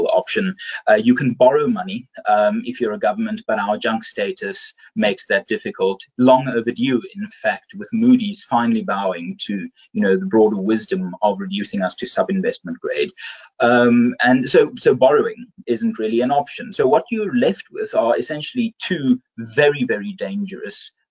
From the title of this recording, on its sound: BizNews Finance Friday webinar